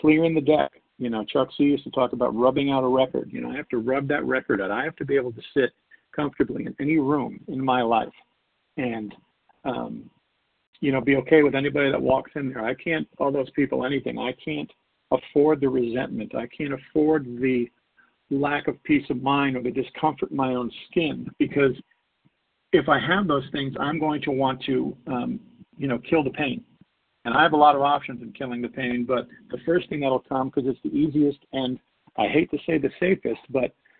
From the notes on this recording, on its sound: 100 Pounders Phone Meeting on 12/6/20